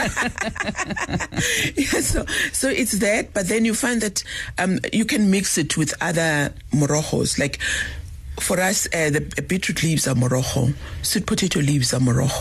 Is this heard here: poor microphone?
no